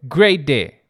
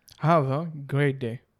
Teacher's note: فزي كانك جبت التي مع الدي دمجت مع بعض · Term: مدغمة